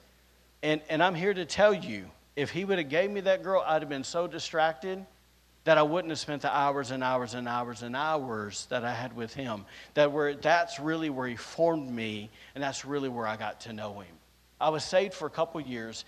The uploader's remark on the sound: recorded on Sunday, March 12th, 2023, during service at The Anchor Church in Rockport, Maine